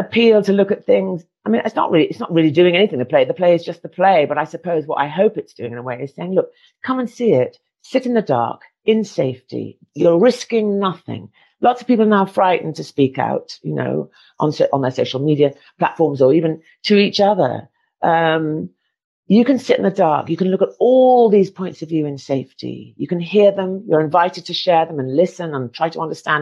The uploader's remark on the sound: Recorded 11 November via Zoom.